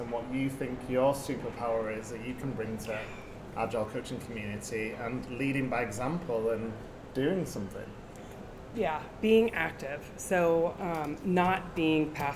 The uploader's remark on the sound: This podcast episode was filmed at the Agile 2024 conference so please excuse the background noise that occurred during the recording.